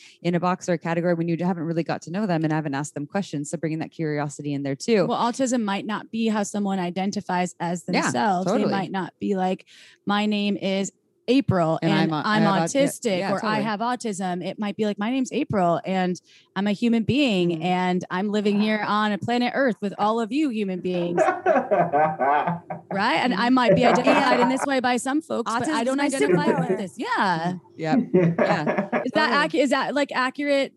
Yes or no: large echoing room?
no